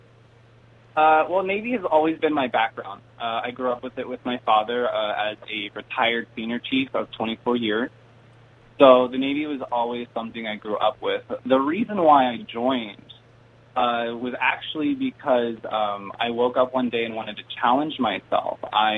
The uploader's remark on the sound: We got her to phone in from a submarine!